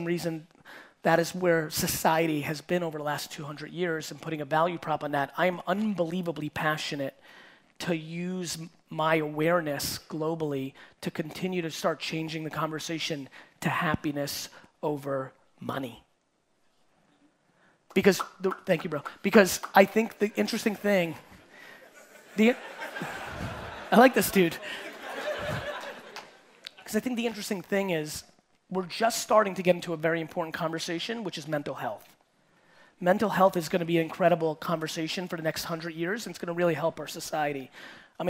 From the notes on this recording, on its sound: Coming straight from the Auckland, NZ Keynote